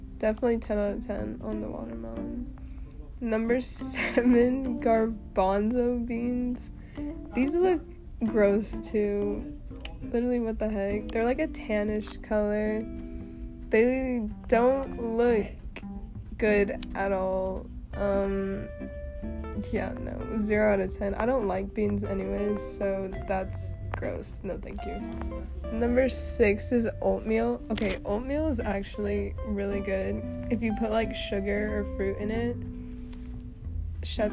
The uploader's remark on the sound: I am so sorry about the background noise lmfao if you listen you’ll know why.